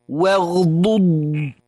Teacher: وضحت بشدة صفة الانطباق في حرف الضاد